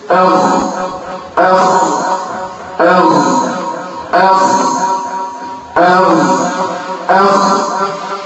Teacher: طب اطلع كمان شويه، الغين والخاء من ادنى الحلق، اطلع فوق شويه.